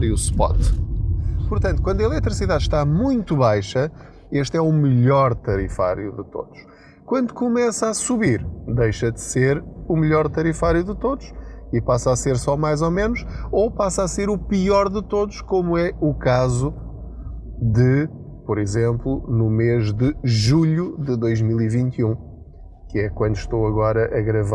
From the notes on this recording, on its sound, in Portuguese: Não ligue aos barulhos da viagem.